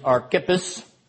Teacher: the pronunciation is archippus, emphasis on the second syllable